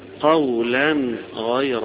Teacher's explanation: الجمهور من القراء على انه التنوين هنا لابد من اظهاره بعد حرف الغين هنا، ما عدا ابا جعفر، ابو جعفر ينوّن هنا ايضا فيقول